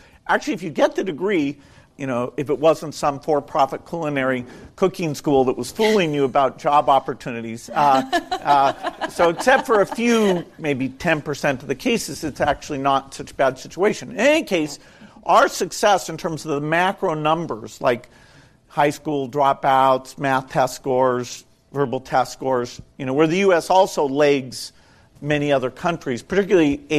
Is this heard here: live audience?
yes